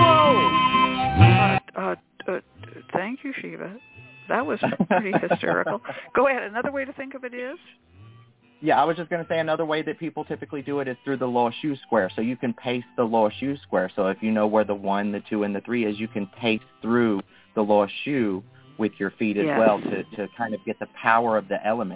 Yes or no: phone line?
yes